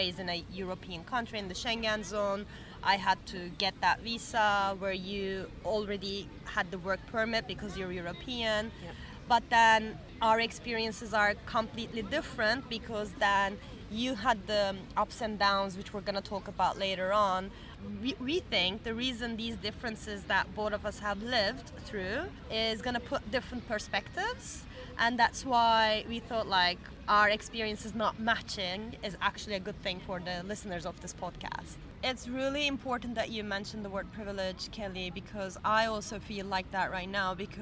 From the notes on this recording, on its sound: We recorded this episode on 10 September 2023, at Bois des Vincennes. At Bois des Vincennes.